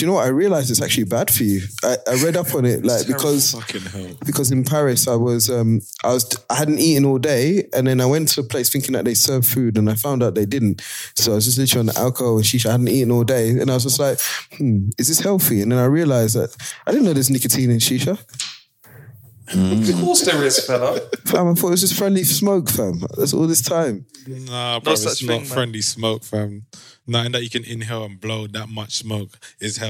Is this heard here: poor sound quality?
no